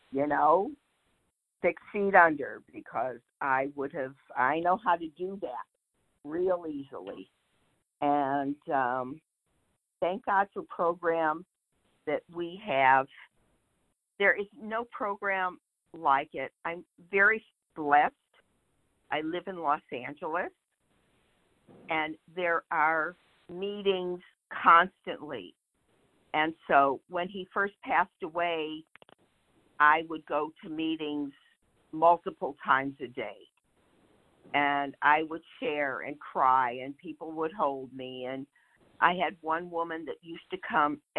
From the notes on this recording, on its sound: 100 Pounders Phone Meeting